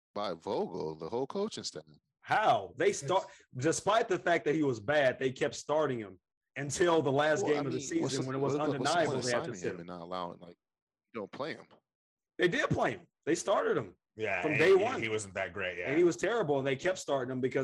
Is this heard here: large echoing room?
no